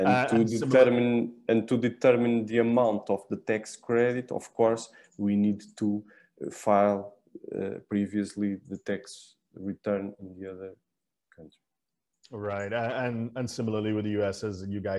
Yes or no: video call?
yes